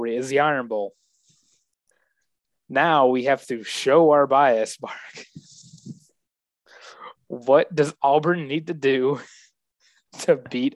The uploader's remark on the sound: the Zoom edition of The Benchwarmer's Podcast